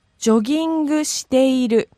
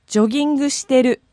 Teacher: E gets dropped from the present progressive · Shown in: second take